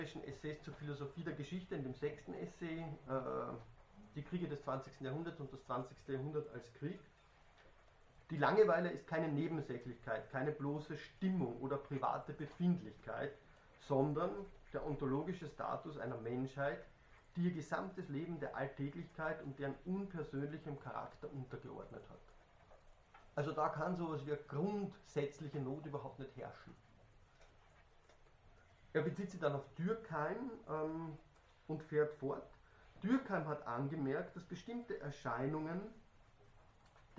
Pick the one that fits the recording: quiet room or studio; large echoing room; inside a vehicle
large echoing room